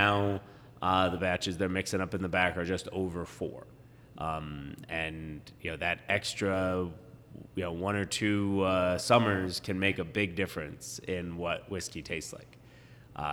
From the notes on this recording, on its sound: Live at Black Button Distillery! Live from New York it's Black Button Distillery! This is recorded live, on-site, before any production had started.